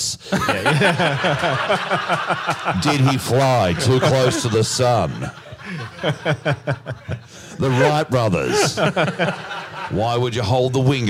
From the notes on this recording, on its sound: LIVE IN PERTH. MFB HQ heads out to the wild west for their first ever live Perth show. They are joined by two special live guests!